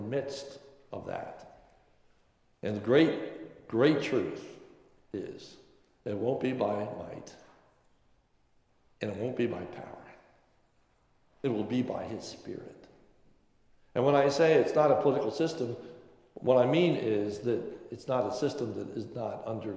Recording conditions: large echoing room